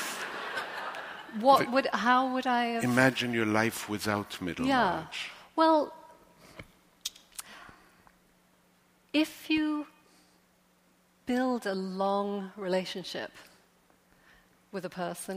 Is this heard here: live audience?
yes